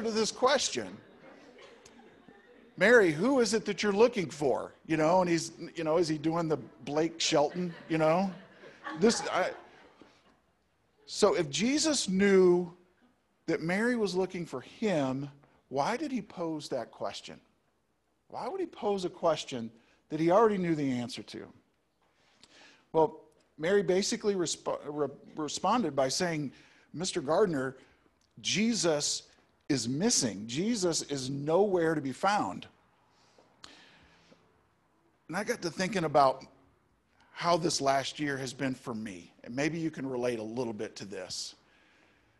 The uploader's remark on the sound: Easter Service! Live and Zoom (Audio)